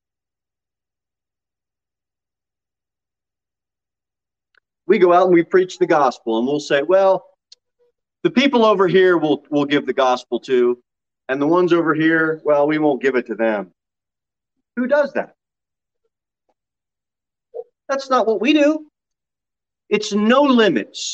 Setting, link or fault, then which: setting, large echoing room